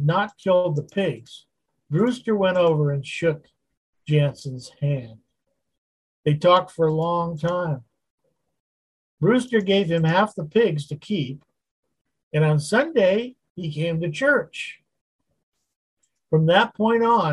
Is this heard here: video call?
yes